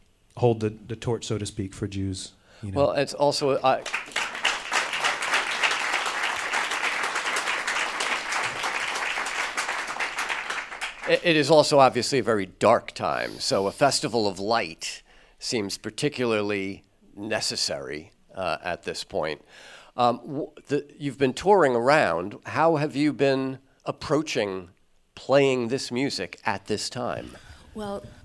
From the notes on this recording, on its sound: Live From The Greene Space. Plays a live set in The Greene Space.